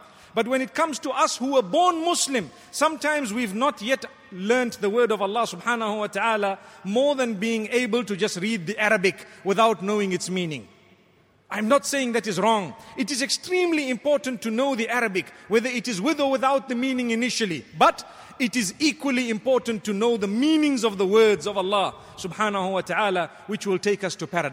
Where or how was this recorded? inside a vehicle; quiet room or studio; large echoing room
large echoing room